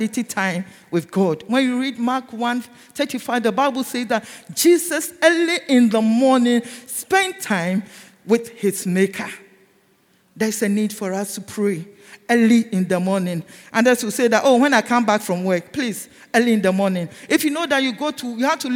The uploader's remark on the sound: Sermon preached at CBC Shiashie Campus